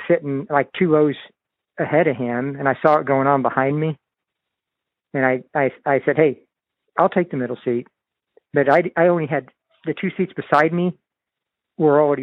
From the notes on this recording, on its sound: This podcast marks the first time I've recorded a phone conversation to capture audio. Shot with a 1080P Webcam with Microphone. Samson Technologies Q2U USB/XLR Dynamic Microphone Recording and Podcasting Pack.